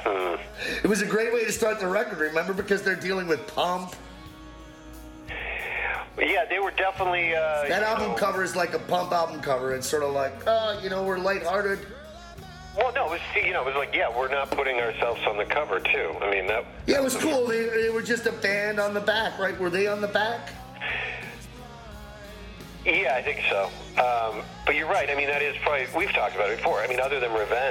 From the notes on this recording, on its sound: our longest phone call yet